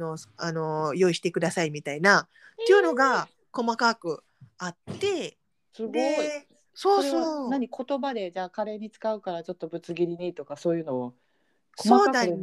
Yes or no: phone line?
no